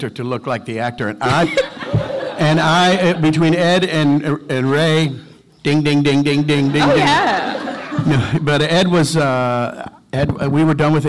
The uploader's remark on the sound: Panel From Pensacon 2016